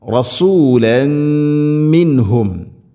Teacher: റസൂലൻ തൻവീനു ശേഷം മീം, ഇത് ഗാംബികുന്ന തൻവീനിനെ മീമിലേക്ക് കൂട്ടിലയിപ്പിച്ചു മണിച്ചുകൊണ്ട് ഉച്ചരിക്കണം.